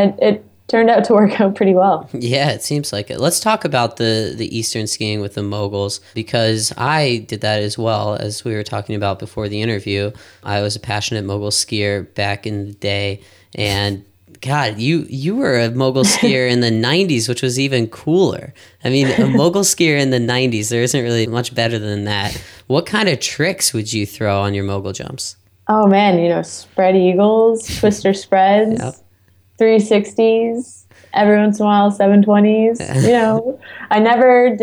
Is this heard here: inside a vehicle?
no